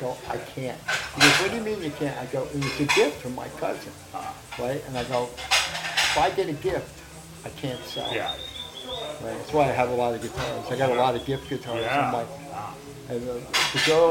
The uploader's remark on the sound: Recorded over lunch at the Ear Inn, one of New York’s oldest pubs